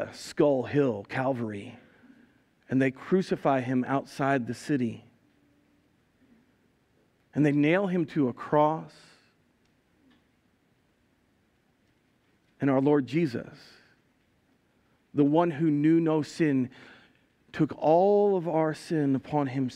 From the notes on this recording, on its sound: Recorded live at Word of Life Church in Le Sueur, Minnesota. Powered by Restream (Bensound Royality Free background music).